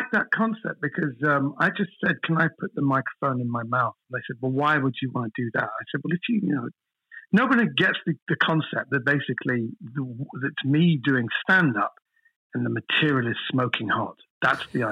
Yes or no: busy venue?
no